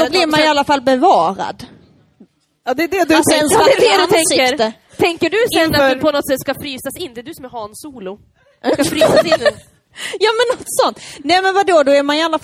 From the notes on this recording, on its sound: LIVE inspelning fr&aring;n West Pride! LIVEPOD West Pride. Del 2 av vår LIVE inspelning från West Pride!